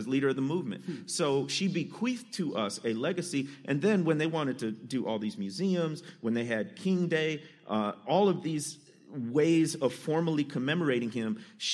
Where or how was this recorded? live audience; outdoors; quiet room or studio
live audience